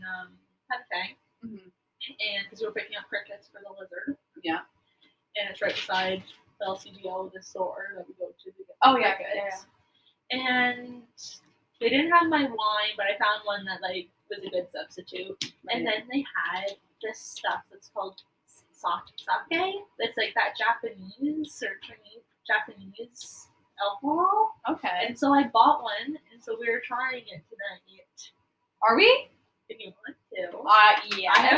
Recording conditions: poor sound quality